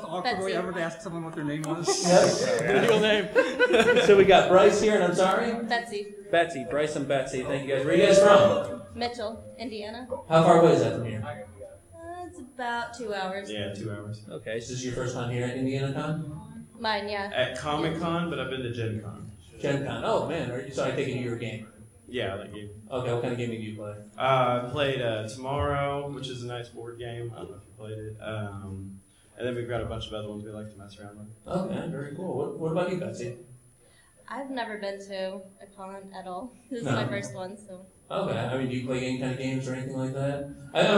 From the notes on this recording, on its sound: Street Interviews at the Indiana Comic Con 2017. One of our panels was our patented street interviews, and boy what a doozey! Recorded live in front of an audience, we had a chance to talk to many interesting people. What a lively crowd, we recorded this with ambient tabletop mics that captured the crowd and the chaos of the liveness.